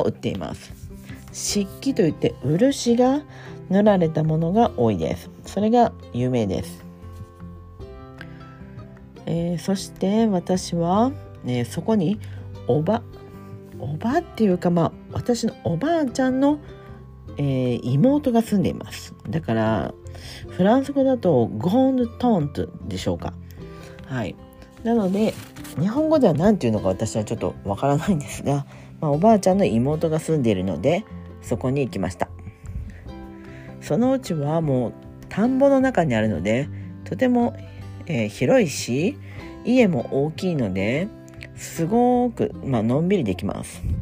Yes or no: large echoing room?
no